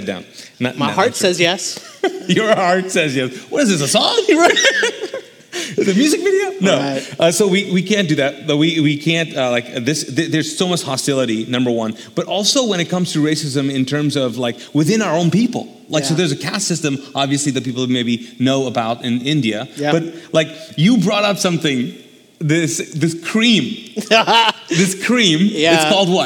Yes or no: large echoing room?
yes